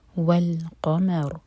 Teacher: قاف ہیوی میم لائٹ اور پھر را ساکن ہیوی کیونکہ را ساکن سے پہلے فتح ہے میم پر